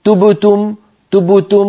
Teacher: فباعتبار أننا غير معتادين عليها، بعض الناس يعني يقول مثلا أبا فتجد بأنه فتح شفتين قليلا، وأثناء القراءة مثلا قد يأتيه مضموم فيقول تبتم فيضم شفتيه عند الباء مع أنها ساكنة، متأثرا بالضمة التي قبلها أو الضمة التي بعدها